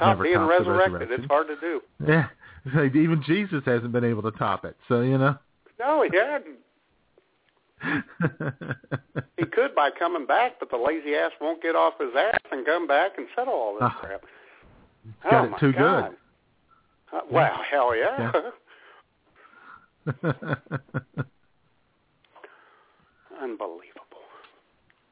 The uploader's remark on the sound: your phone calls on this week’s IWS Radio Show